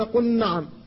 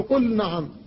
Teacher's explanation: فاللام ساكنة والنون بعدها محركة وهي مجانسة لها لكن لا ادغام · Shown in: second take